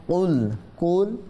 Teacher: উচ্চারণের স্থান হচ্ছে জিব্বার গোড়া, তালুর উপরের নরম অংশ। ঠিক আছে, এই জিব্বার গোড়াটা তালু, তালু বলতে জিব্বার উপরে যে স্থানটা আছে ওই উপরের স্থানের নরম অংশের মধ্যে জিব্বার গোড়াটা লাগবে, তখন এটা কফ উচ্চারণ হবে, উল উল উল।